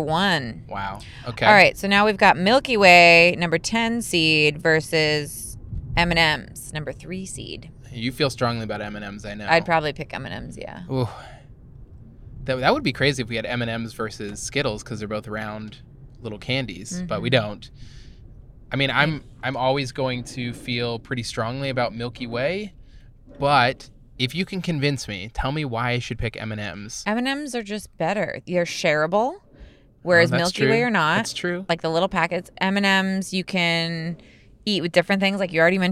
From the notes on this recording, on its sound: We are podcasting on the road (literally recording in the car driving back from a wedding).